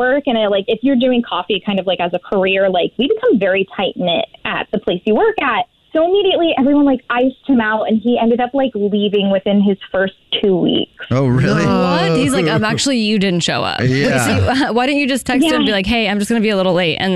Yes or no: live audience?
no